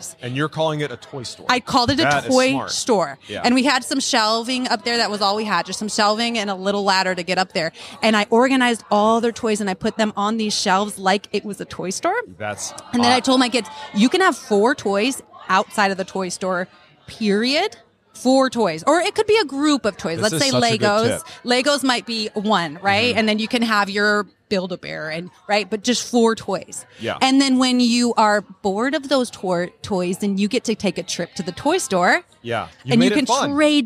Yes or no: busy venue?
yes